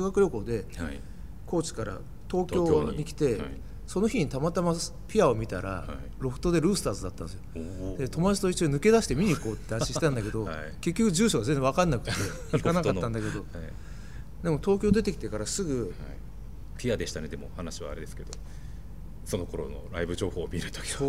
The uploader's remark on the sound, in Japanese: 収録場所：東京カルチャーカルチャー（渋谷）